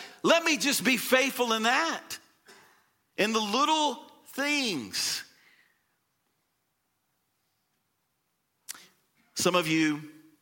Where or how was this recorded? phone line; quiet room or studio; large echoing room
large echoing room